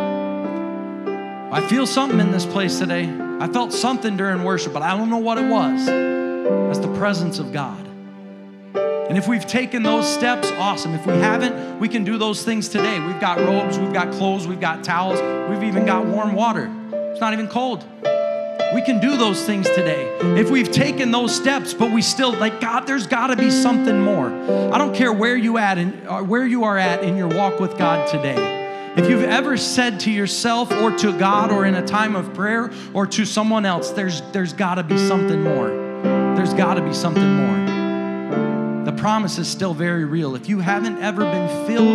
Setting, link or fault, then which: setting, large echoing room